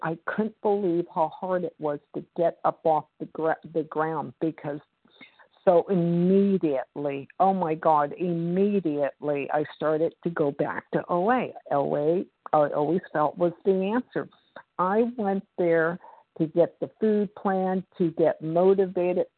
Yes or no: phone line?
yes